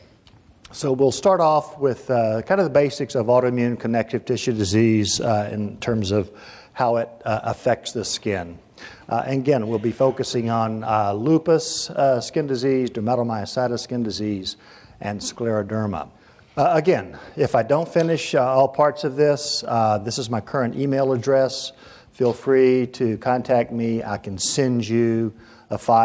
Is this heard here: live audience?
yes